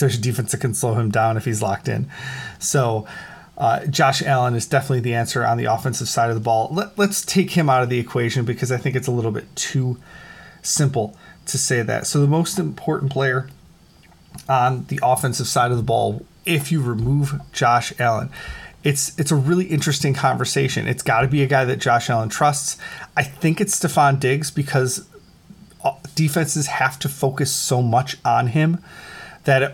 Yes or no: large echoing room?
no